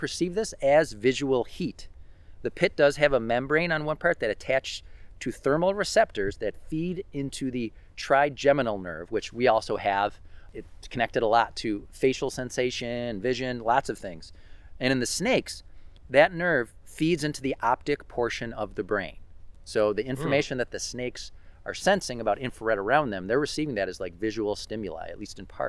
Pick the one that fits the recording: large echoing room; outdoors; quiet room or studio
outdoors